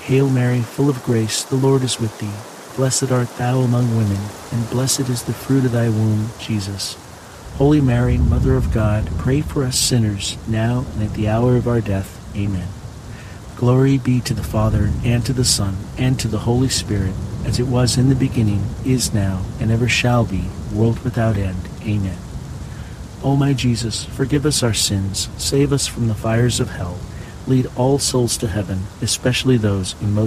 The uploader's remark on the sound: HEAVY RAIN. The natural ambient sounds of heavy pouring rain with crackling thunder and lightning will fill your senses with calm and wash away distractions alongside this Thursday rosary.